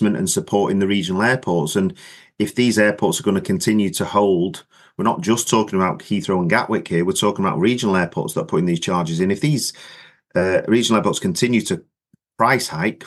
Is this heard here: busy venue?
no